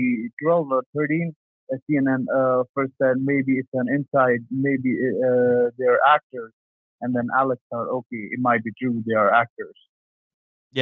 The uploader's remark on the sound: LIVE Call-In Show. I had a guest scheduled and I promoted it but they didn't end up showing up, so I just winged it solo and opened up the phone lines.